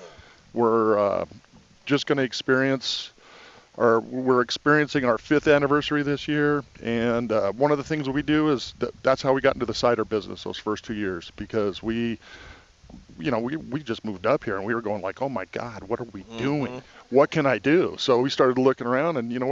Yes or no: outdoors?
yes